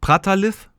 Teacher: du meinst, das H spricht man gar nicht aus, das ist dann quasi stumm.